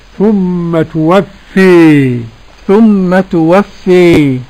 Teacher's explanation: وحمزة والكسائي وخلف العاشر بالإمالة الكبرى